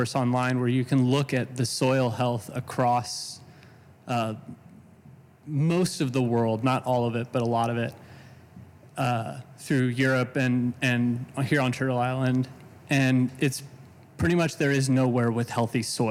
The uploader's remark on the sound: Live from the Cincinnati Playhouse